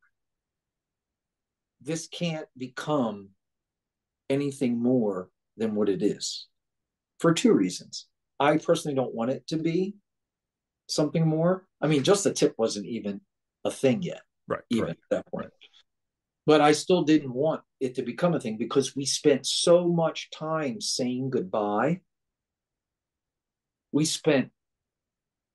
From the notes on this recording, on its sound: Zoom conversation.